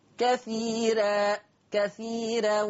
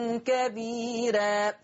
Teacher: كثيرة وكبيرة مرققة لورش لأن الراء مفتوحة ومسبوقة بياء مادية · Term: ترقيق الراءات